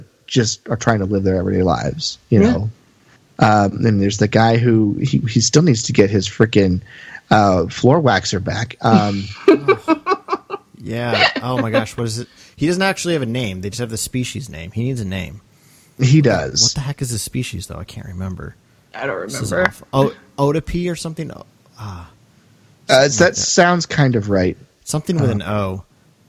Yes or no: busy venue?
no